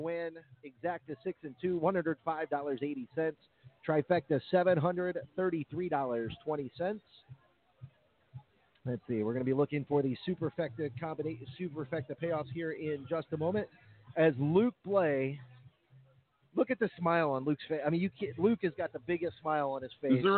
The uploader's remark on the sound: Live from Meadowlands Racing and Entertainment in New Jersey.